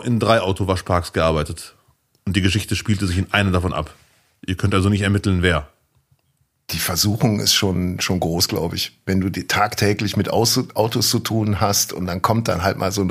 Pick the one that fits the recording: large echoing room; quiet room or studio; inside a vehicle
quiet room or studio